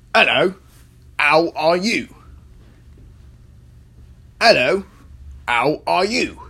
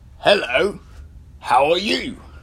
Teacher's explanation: the word how works similarly to the word hello in this case. It loses its H. · Shown in: first take